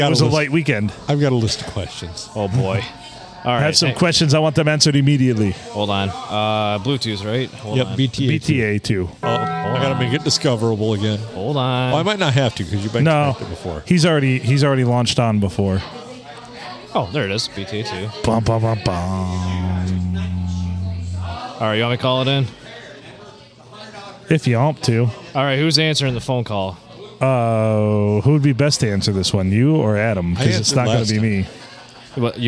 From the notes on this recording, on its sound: Recorded at the Blue Water Sports Bar and Grill in lovely Port Sanilac.